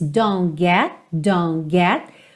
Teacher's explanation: Percebe que os T's de don't e get ficam inaudíveis